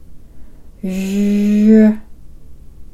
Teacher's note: 先ほどの舌を少し奥に引っ込めたシュという子音を有声音にしたジュという音です。日本語のジの子音は破裂音になることが多いのですが、今回練習するジュは摩擦音ですから、ジュというように息が続く限り長い子音を発音することができます